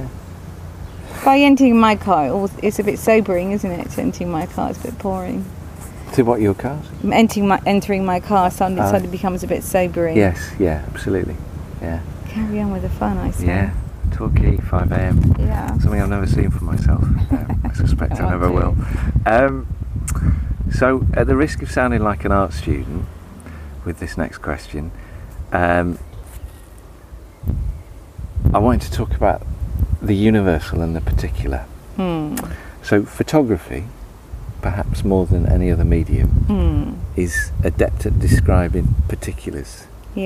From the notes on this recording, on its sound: Recorded in her garden in Devon.